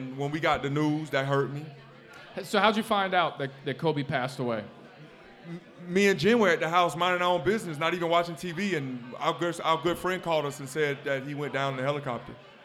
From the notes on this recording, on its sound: LIVE at Mio's!